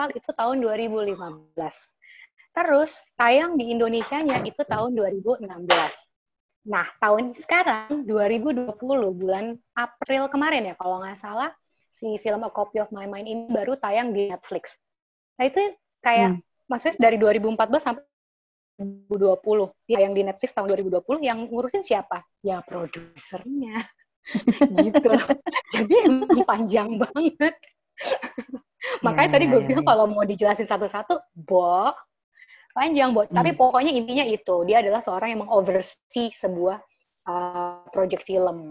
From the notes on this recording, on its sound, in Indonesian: Tadinya saya ragu untuk meluncurkan wawancara ini (karena kualitas rekaman yang pas-pasan).